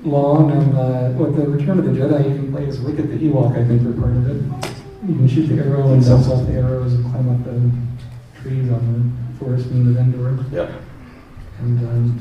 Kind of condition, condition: setting, busy venue